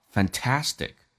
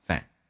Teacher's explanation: 前面的 A 和后面的 A 发音是不一样的，后面的 A 叫主重元音，前面的 A 叫非主重元音，因为重音在后面，所以这个第一个 A 呢嘴型小音调平一点点叫 fan，第二个 A 呢夸张一点 A 叫 fantastic。